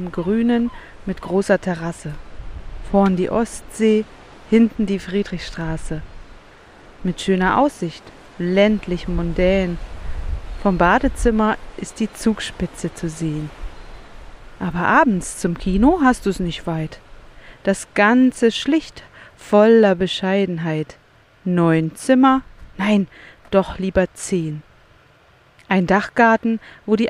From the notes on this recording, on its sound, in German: Das Meer ist mein Begleiter in dieser Folge, ein Strandkorb mein Aufnahmestudio. Es ist kurz vor Sonnenuntergang an einem der schönsten Strände die ich kenne. Paar Minuten White Noise am Ende.